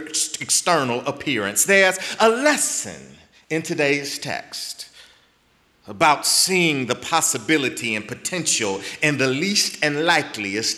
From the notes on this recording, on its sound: in the Memorial Church at the Knafel Center